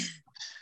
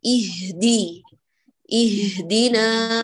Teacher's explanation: انزلي عليه الهاء بضغط أقل، تقولي اه ولا تخرجيها من الصدر